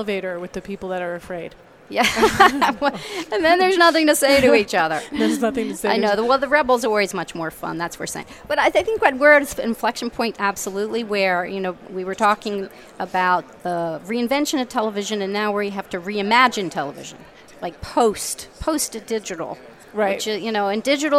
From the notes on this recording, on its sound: live from the NAB show 2017 Advanced Advertising Pavilion.